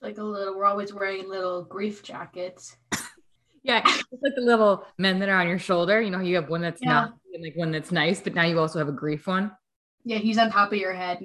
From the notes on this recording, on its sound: This is our first virtual podcast, so we promise the audio will be better going forward.